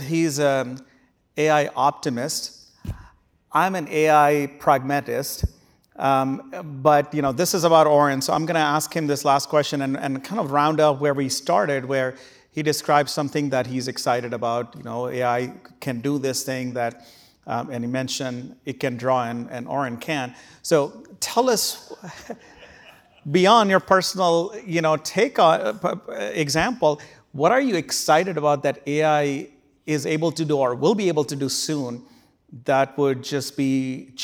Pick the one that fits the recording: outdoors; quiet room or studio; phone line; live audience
live audience